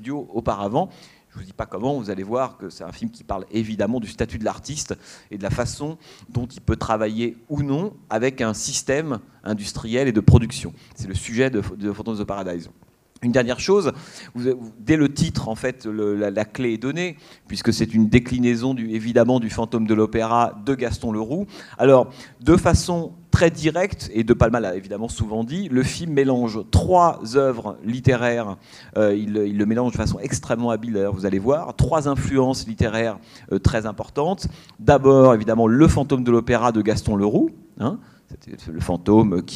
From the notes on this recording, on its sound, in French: Enregistrement intégral de l'intervention. Suite à la projection du film le mercredi 6 mars 2013 au Centre des arts d'Enghien-les-Bains.